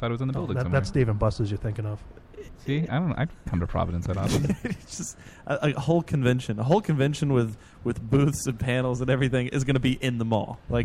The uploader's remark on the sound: We broadcast live from TerrorCon Rhode Island!